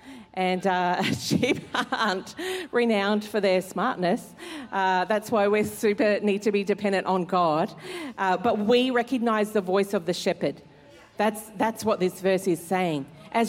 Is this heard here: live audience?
yes